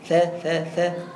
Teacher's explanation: وهو النظير المهموس للذال · Term: الثاء